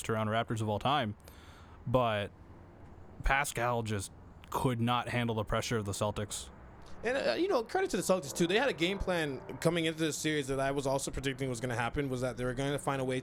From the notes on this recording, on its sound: episode recorded outdoors